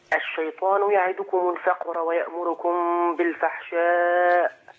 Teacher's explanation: الهمزه ما فيش بعدها صوت خالص ولا نفس، والفحشاء بس اقطع صوت ونفس.